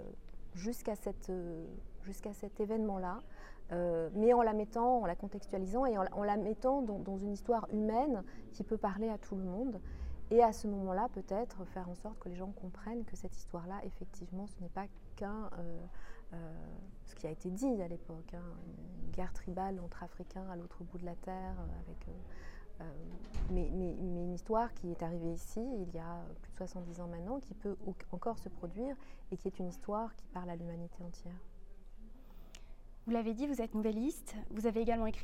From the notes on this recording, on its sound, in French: au Littérature Live Festival de la Villa Gillet le 16 mai 2022